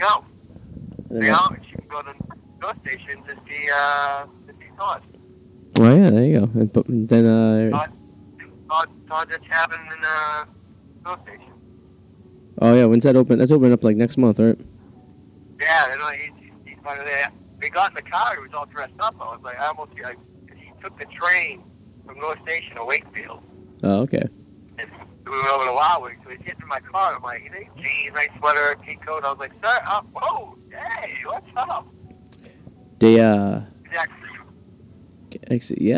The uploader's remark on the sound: Live At the Comfort Inn in Revere. Stuck in traffic on 495 so he phones in the episodes, literally.